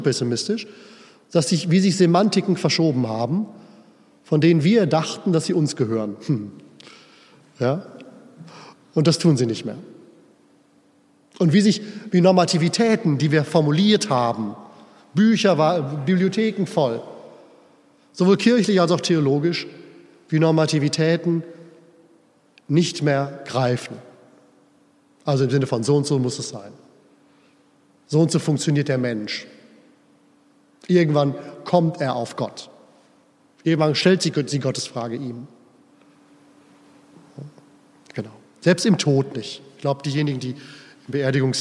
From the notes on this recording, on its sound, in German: Hielt im Rahmen der Pastoralkonferenz am 24. November 2021 in der Erfurter Brunnenkirche diesen Vortrag.